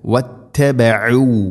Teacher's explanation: ഐൻ തൊണ്ടയുടെ മധ്യഭാഗമാണ് മഖ്റജ്